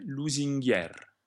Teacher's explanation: Lusinghiere vuole la E aperta, una G con pronuncia dura, G, perché la G è seguita da H in questo caso, yeah.